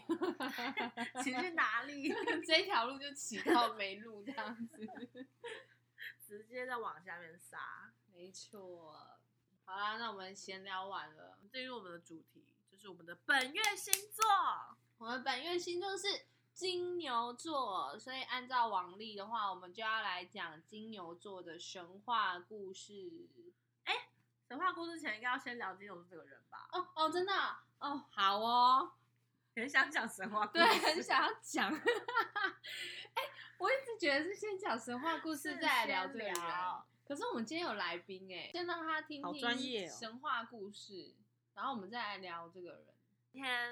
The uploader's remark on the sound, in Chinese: 本集音質較差，請見諒